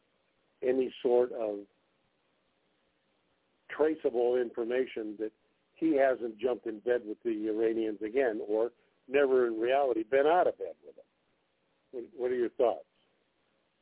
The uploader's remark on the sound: TNTSuperfantastic Conference Call